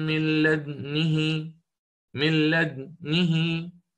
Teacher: قرأ بالإشمام في حرف الدال، بإسكان الدال ثم الإشمام بعدها دون صوت، بضم الشفتين إلى الأمام